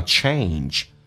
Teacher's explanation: change 稍微夸张一点，先发哎，嘴角连到极限，再滑动到 E 这个发音